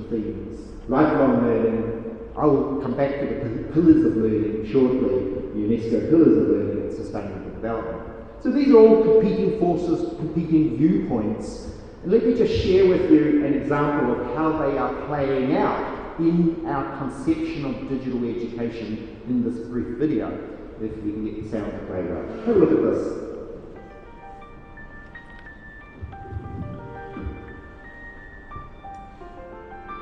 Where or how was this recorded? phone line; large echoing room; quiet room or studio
large echoing room